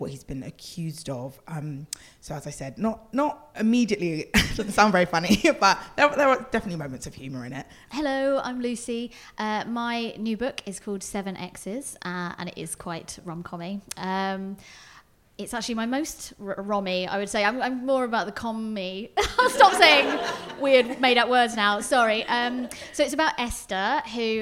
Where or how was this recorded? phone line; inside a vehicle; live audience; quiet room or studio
live audience